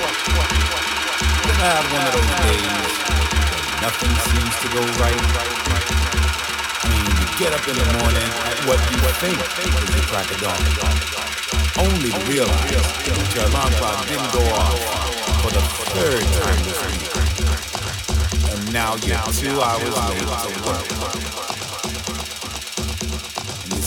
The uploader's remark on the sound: Live In The Mix from Studio 338, London. Please note this is a live show and contains curse words and offensive language.